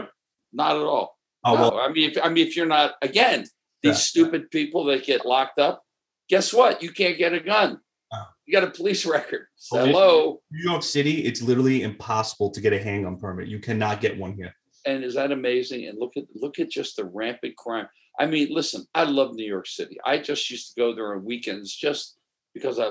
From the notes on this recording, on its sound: Sunday Sauce via Zoom.